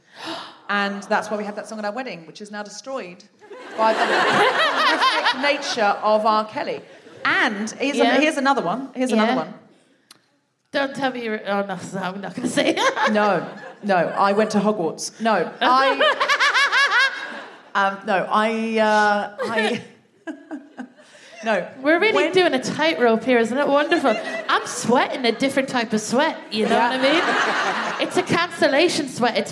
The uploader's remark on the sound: Live from the Lowry in Salford